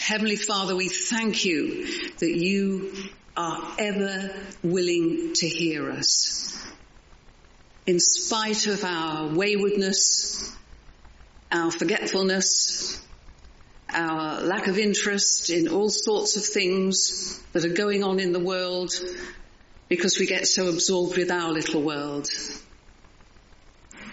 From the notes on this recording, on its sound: Recorded at the 10:30 service on Sunday 2nd April 2023 at St Andrew’s Church, Malvern.